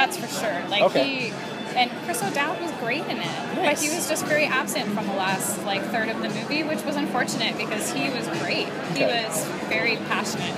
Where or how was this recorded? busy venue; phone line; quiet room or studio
busy venue